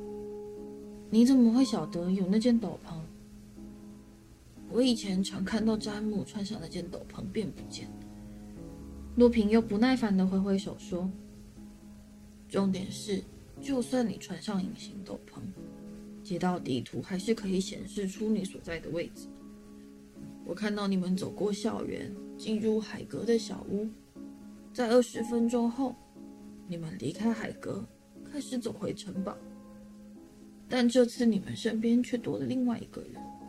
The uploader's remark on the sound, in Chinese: 這集錄音的時候不小心用到內建麥克風。已經盡量修雜音和調音量，音質可能會比以前差一點。